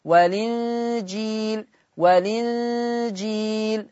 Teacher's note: لما هعمل النقل هتبقى المنطوق لام مكسورة، والإنجيل، والإنجيل، هكذا.